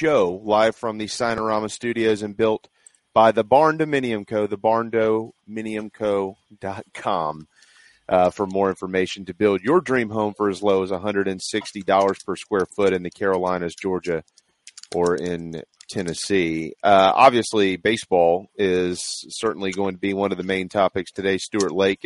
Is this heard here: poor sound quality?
no